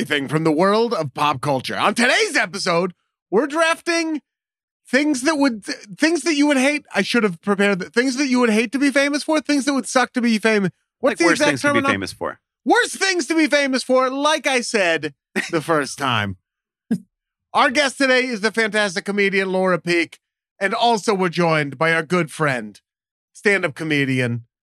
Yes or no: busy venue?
no